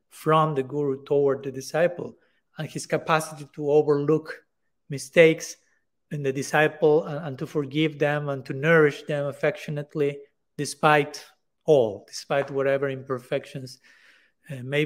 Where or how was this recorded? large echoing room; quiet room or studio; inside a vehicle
large echoing room